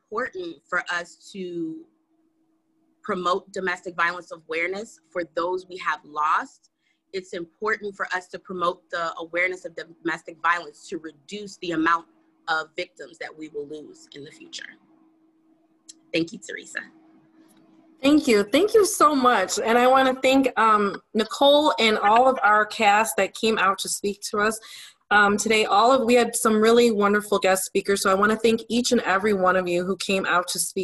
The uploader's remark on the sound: We are live from the 1st Annual "Virtual Speak Out: Silence Hides Violence" event, brought to you by NDV Healing & Support Inc.